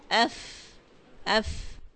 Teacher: ऊपर वाले दो दांतों का सिरा और निचले होंठ का अंदरूनी हिस्सा, तो इससे फा अदा होता है